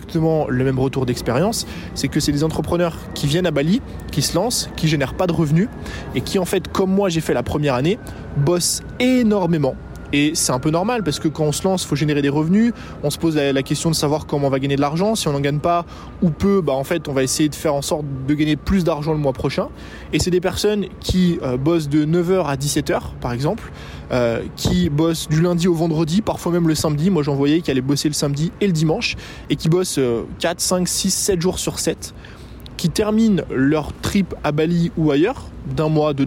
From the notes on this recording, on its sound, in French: Vlog New York. Que j'enregistre dans un parc à New York.